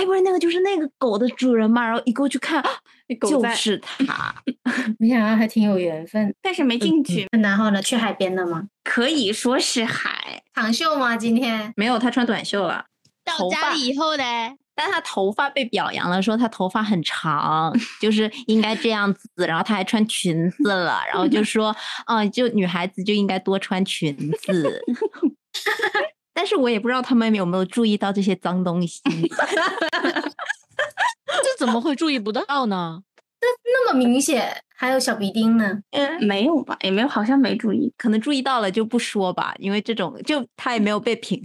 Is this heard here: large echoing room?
no